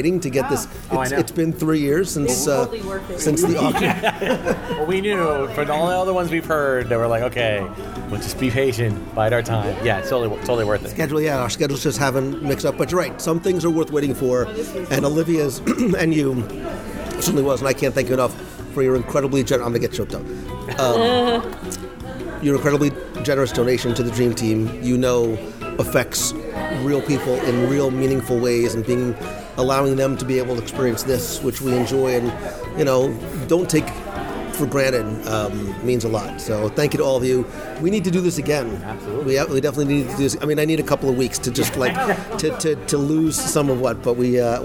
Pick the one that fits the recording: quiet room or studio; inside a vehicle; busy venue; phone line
busy venue